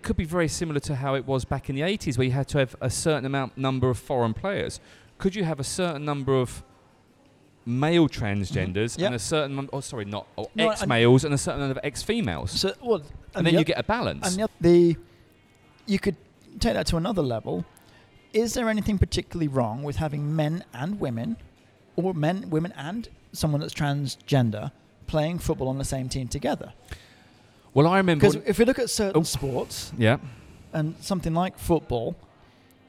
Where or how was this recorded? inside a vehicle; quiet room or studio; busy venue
busy venue